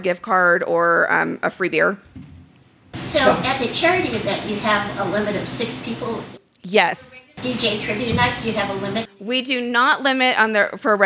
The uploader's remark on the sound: This episode of Renoites was recorded in front of a live audience at Black Rabbit Mead Company in Reno, Nevada.